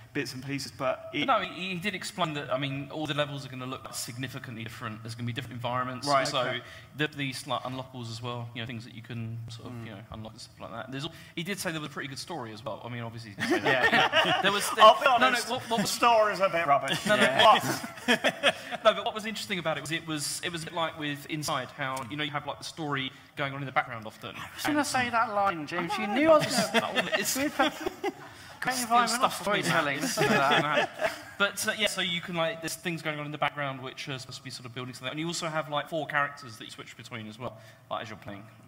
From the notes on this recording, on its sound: The Computer Game Show Live. Unfortunately due to unforeseen technical difficulties during recording, the sound on this is awful. This show was recorded live at EGX Rezzed 2018.